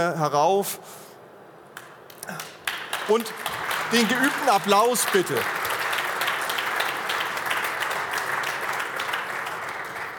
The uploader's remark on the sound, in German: In dieser Sonderfolge haben Sie die Gelegenheit die Podiums-Live-Diskussion auf der Infratech2024 in der Messe-Essen zu hören. Podiumsdiskussion Live.